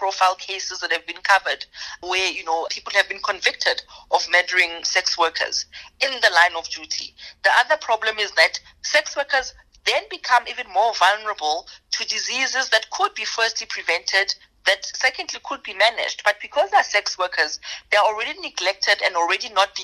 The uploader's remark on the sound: spoke by phone